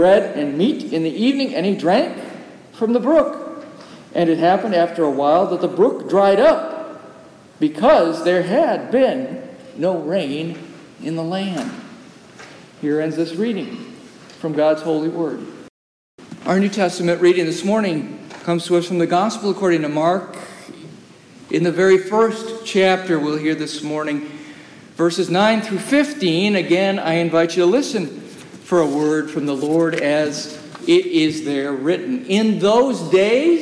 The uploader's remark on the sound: As recorded live during worship in the historic, 318-year-old sanctuary of (Old) Rehoboth, the "Birthplace of American Presbyterianism."